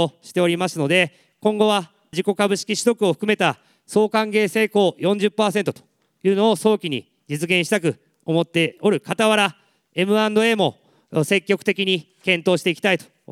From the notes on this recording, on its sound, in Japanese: 東京・梅田で行われた「ラジオNIKKEI 相場の福の神 注目企業ＩＲセミナー」から。ＩＲプレゼンをお聴きください。